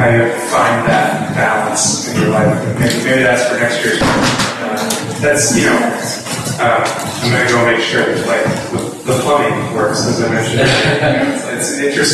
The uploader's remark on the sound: The event was recorded in front of a live audience at the Wrecking Bar Brew Pub near an area of Atlanta known as Little Five Points.